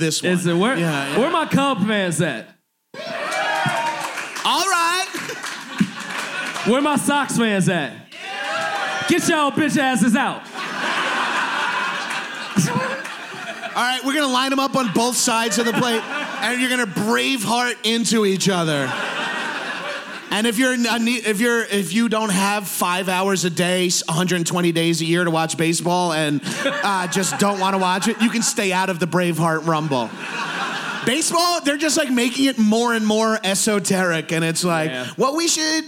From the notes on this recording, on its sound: People in chicago for podcast fest for a LIVE POWER HOUR. Recorded at chicago podcast festival.